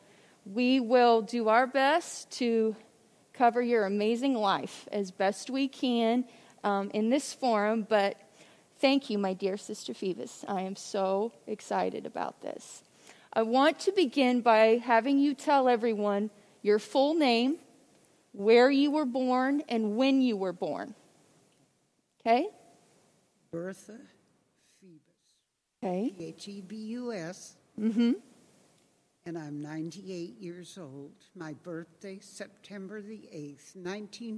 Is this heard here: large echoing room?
yes